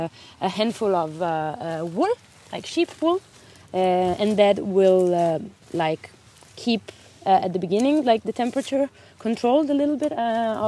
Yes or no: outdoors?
yes